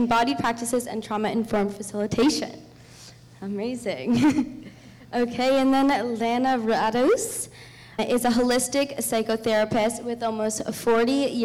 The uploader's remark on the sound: we will be sharing live audio from our recent Expansion Seminar event in Vancouver BC